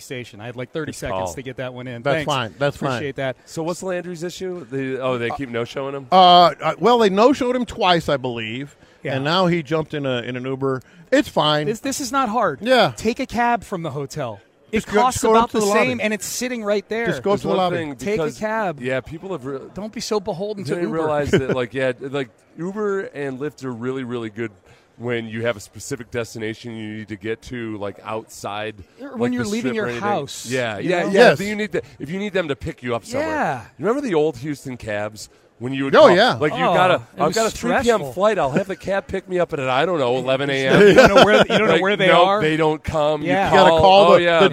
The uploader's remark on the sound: Live from Radio Row